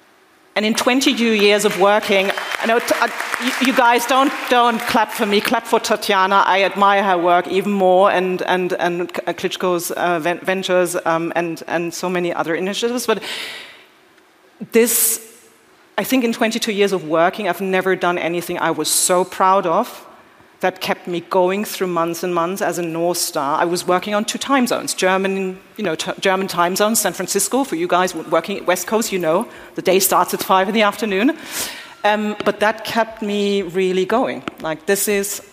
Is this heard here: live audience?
yes